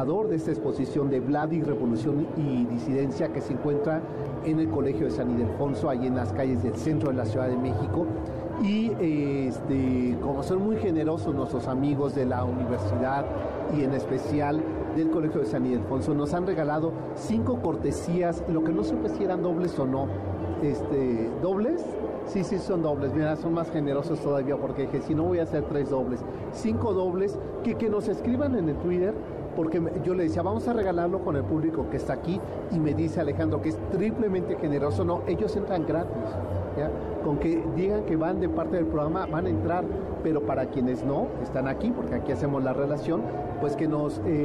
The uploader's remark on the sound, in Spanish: Escucha la transmisión especial desde el Festival del Adulto Mayor.